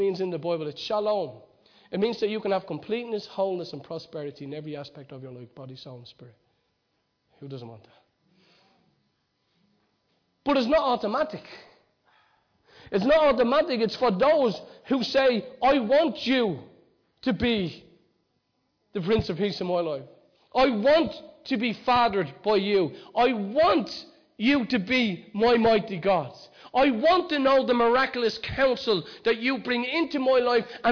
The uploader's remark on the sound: Recorded live at Liberty Church on 15th December 2019